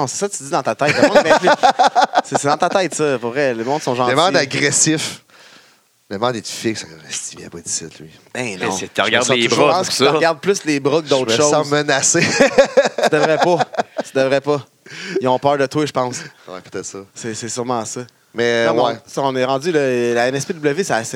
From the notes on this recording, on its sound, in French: en direct de la vielle capital Québec lors de notre passage à la NSPW